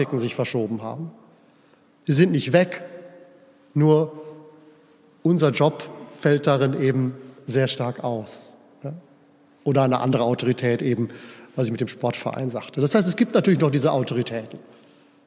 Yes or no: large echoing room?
yes